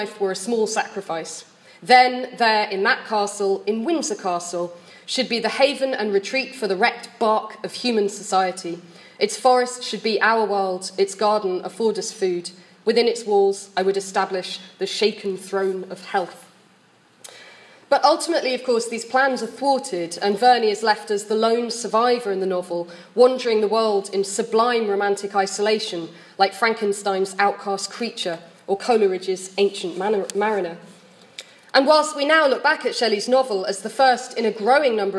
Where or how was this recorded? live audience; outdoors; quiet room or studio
live audience